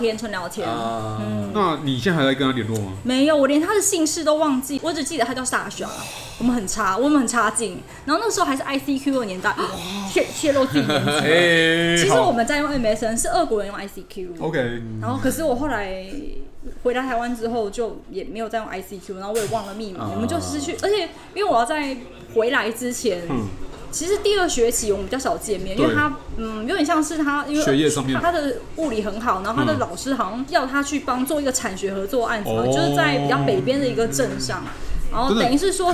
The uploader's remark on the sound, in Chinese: 本集白噪音指數：蚊風級 1/5。錄音地點：印度咖哩吧 - Curry Lounge。